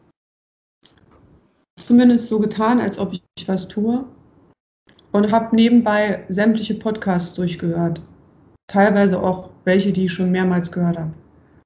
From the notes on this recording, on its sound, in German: Meine Schwester und ich skypen.